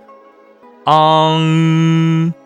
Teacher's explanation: 舌根儿要拱起来，要和软腭有一个接触 · Term: 后鼻音